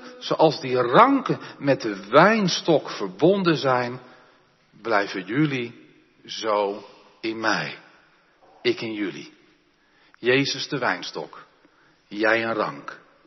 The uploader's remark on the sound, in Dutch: De preek is op 8 mei opgenomen in de Jeruzalemkerk te Groningen